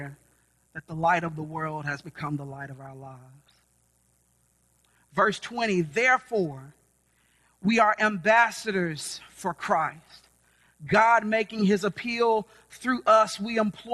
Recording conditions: large echoing room